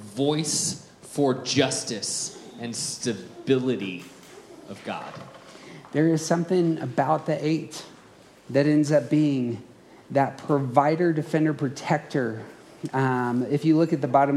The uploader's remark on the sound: Around the Circle hosted a conference. This audio is a live recording from that conference.